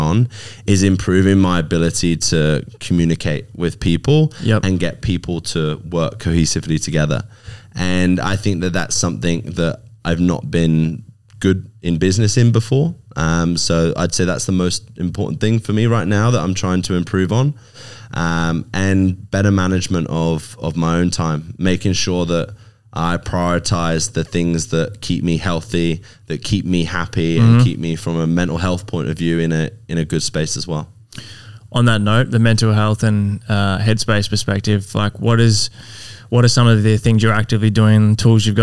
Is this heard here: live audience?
no